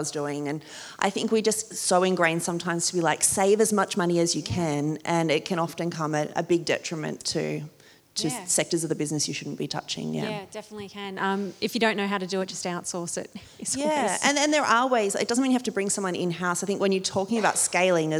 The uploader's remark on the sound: This special episode was recorded live. 85 people could sit close to home and listen.